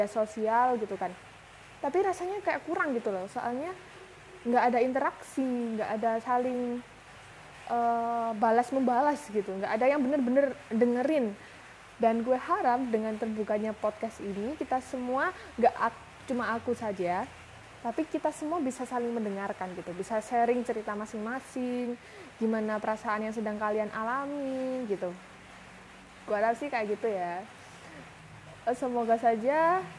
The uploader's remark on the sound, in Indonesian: Maaf banget kalau audionya agak berisik soalnya pas record lagi ujan.